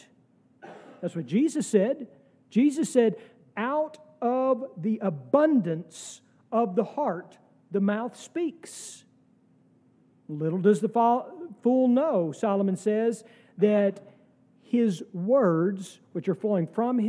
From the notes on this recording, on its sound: sermon from our worship service on September 17, 2023